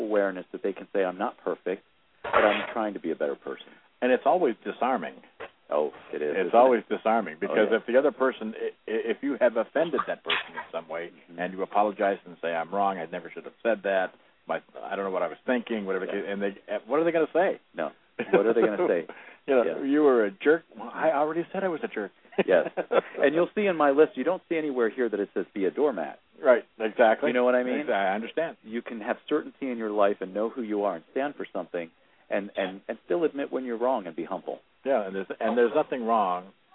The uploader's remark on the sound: We will be broadcasting live from the Valley View Community Food Bank Grand Opening celebration. The food bank is located at 107th Avenue and W.